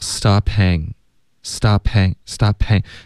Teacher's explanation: 这个 p 的音会连读到 h